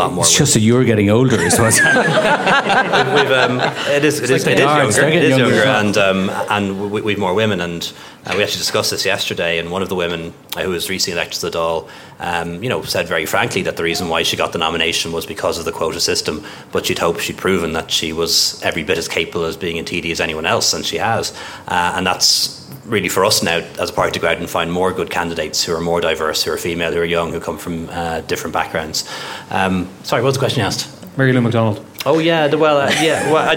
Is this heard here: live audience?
yes